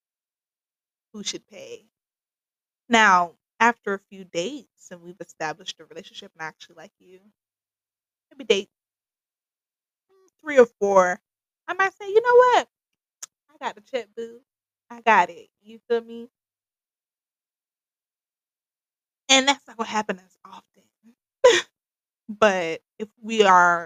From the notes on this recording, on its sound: Please bare with me with the audio for this episode